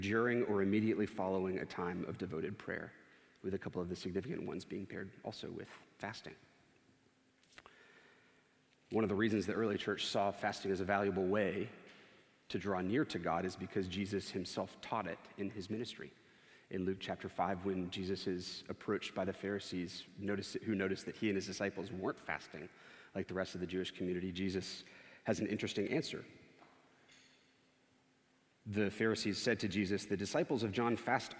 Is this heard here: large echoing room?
yes